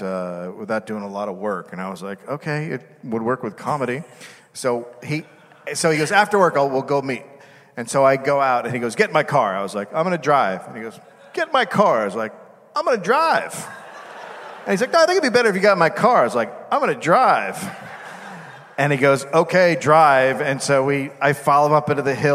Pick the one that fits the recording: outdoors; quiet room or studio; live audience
live audience